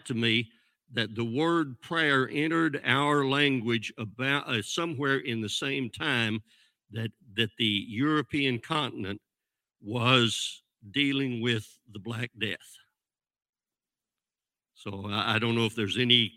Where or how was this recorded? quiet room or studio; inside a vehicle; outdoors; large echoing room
large echoing room